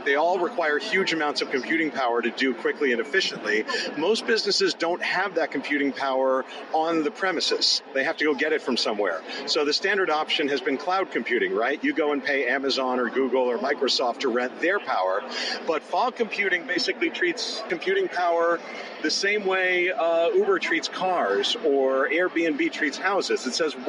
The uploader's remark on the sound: Hits the RISE tech conference in Hong Kong and hears pitches on vegan cryptocurrency, fog computing and big data for shrimp farmers.